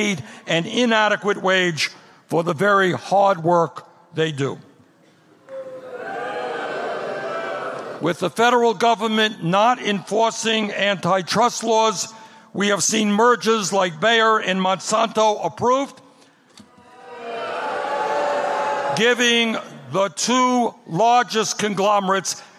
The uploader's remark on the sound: Campaign Rally in Council Bluffs Iowa on March 7, 2019